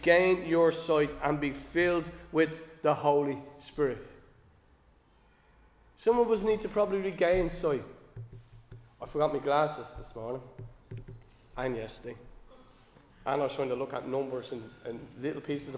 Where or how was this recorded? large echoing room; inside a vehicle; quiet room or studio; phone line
large echoing room